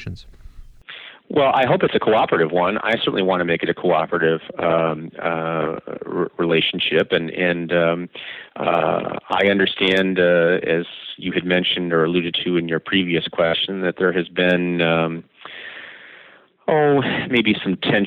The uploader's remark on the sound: it was redone by telephone due to technical problems